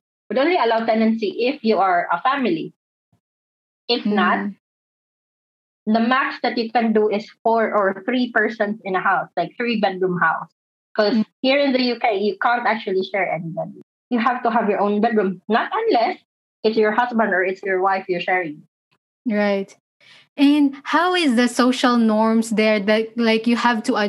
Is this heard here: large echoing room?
no